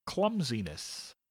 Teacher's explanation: has a short U for the first syllable, a long E for the second syllable, and a short E on the third syllable. Clumsiness.